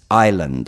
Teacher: Island, scritto isola in inglese, però non si pronuncia l'S. It's island.